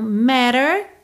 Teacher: esses dois T's viraram rarara